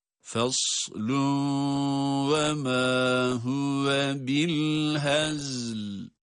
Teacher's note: Ancak geçtiğimiz zaman faslun ve ma, burada tenvinden sonra vav harfi geldiği için idgamı ma'al gunne ile okuyoruz